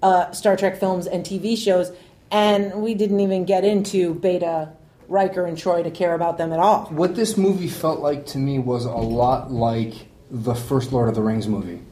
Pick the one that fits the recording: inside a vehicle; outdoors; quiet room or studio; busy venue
busy venue